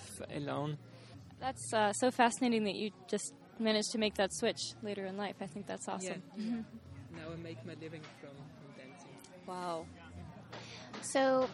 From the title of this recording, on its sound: Interviews from ImPulsTanz – Vienna International Dance Festival